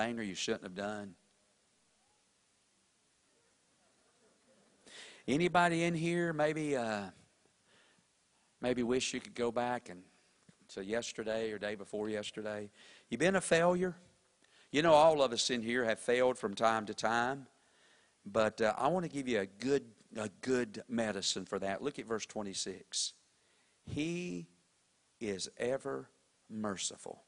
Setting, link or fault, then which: setting, large echoing room